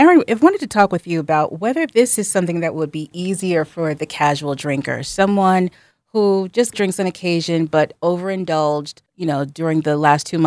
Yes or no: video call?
no